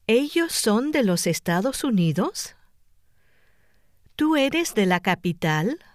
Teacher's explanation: With yes-no questions, the pattern is somewhat different. The voice rises to an above-normal pitch at the end of the question.